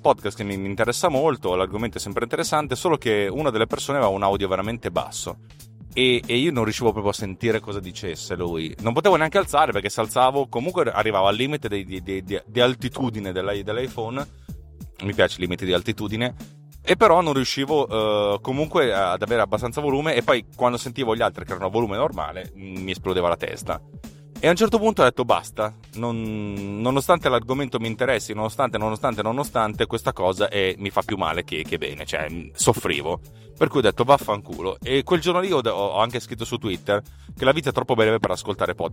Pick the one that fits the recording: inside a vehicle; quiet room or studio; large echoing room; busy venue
inside a vehicle